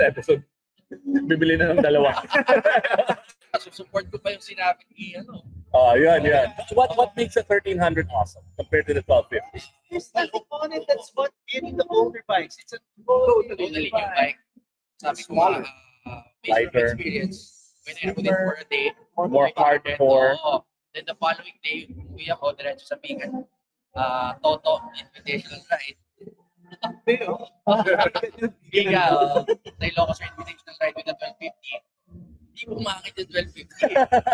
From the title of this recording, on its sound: Live from the BMW Xmas party